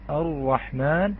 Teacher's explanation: والراء فيها انحراف إلى ظهر اللسان كما يقولون جانحة قليلا إلى اللام